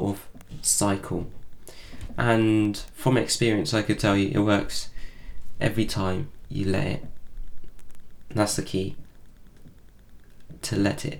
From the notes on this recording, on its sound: Sorry about the scratching noises. I think i need to clear up some space on my computer to help my DAW work better.